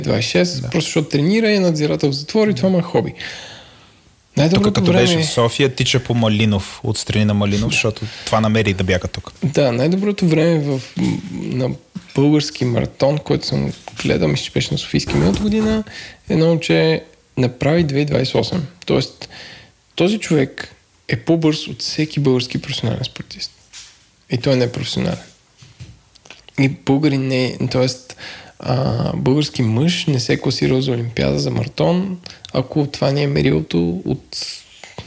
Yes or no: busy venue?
no